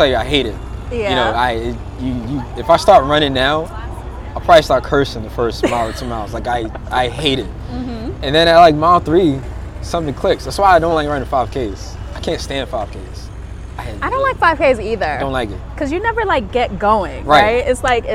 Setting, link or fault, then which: setting, outdoors